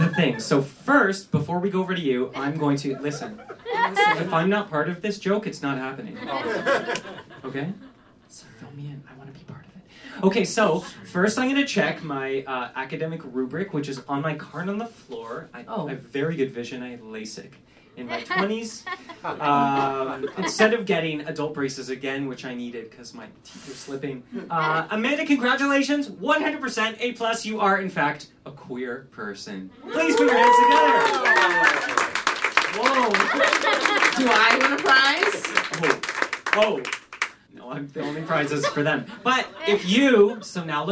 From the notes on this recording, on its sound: Live at Comedy Bar! At YMMQ's first live show!